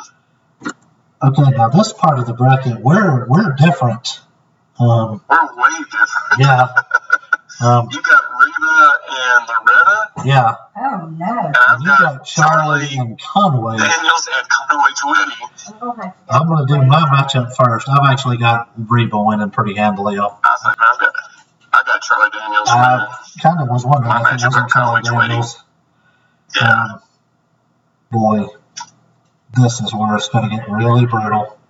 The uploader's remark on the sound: the sound quality is worse